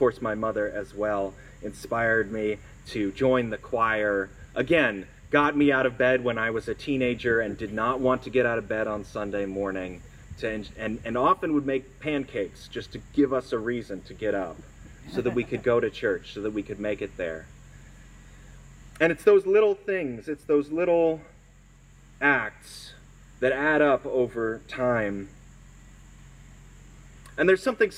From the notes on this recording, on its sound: Sermon recorded at our outdoor worship service on September 4, 2022.